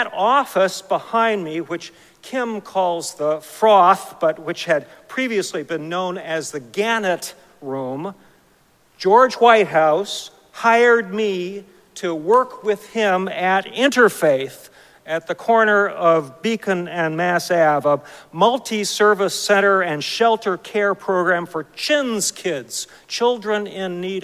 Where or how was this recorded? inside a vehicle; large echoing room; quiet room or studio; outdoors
large echoing room